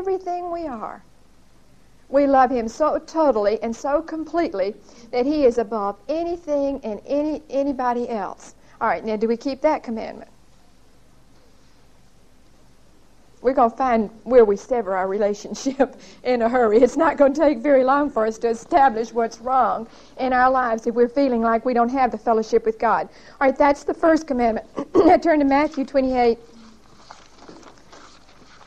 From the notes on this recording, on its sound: Recorded 11/4/1975 at Whitesburg Baptist Church.